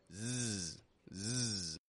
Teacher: We're holding our tongue in a position to make a S, but your throat should be vibrating a little, making the voice come out · Term: voiced